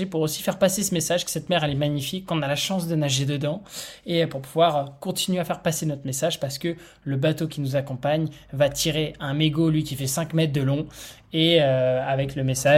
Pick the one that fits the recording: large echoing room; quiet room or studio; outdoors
quiet room or studio